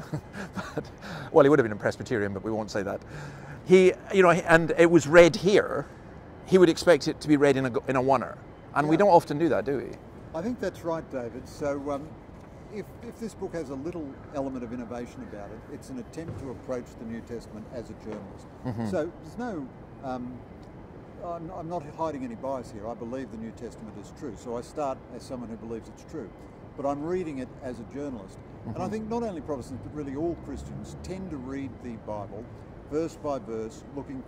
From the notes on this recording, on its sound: outside Sydney cathedral - his voice is a wee bit quiet so you may need to turn it up